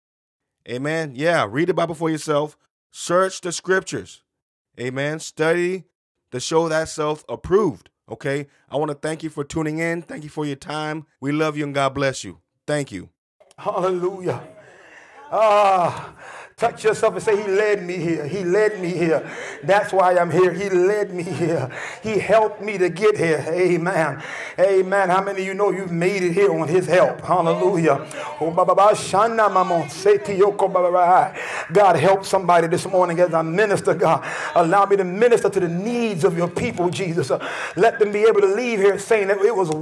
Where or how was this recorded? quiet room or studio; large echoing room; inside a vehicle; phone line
large echoing room